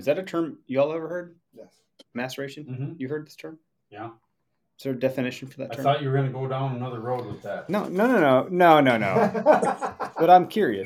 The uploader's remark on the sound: Sorry for any poor audio quality, we're still working out the kinks of our new multi-camera setup.